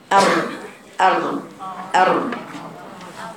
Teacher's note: ارتعاد رأس اللسان عند النطق بالحرف، رأس اللسان طرفه أر أر أر انت بتقرأين الراء أر · Term: التكرير